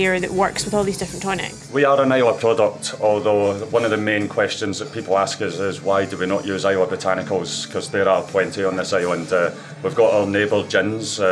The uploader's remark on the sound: Feis Ile. Everything you will hear was recorded at the festival.